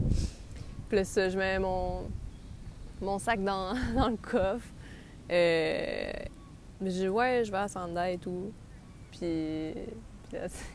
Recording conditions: wind noise